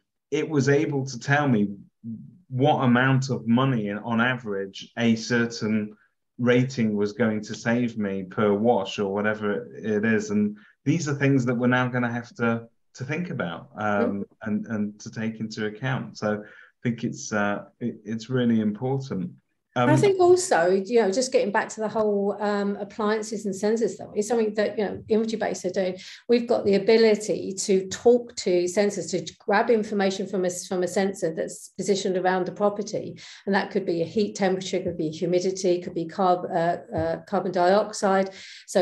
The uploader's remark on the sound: The podcast is a recording of the webinar